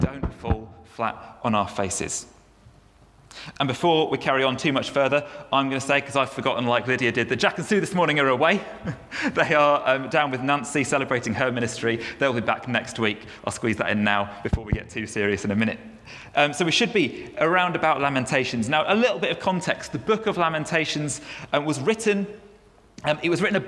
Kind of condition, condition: setting, large echoing room